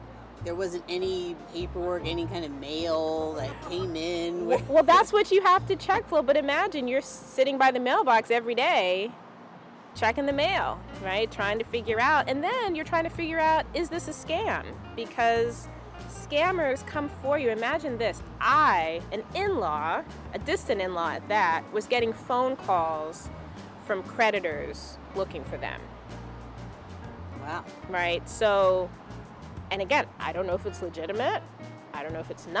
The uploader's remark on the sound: conversation recorded at a local Portland, ME brewery